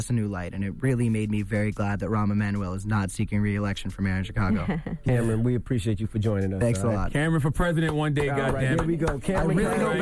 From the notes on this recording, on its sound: we opened up the phone lines